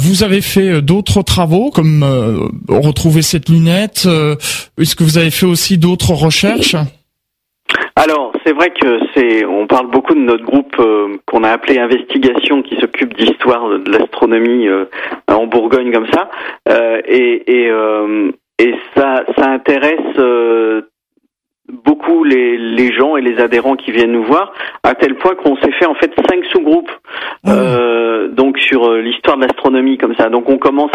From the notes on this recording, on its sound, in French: par téléphone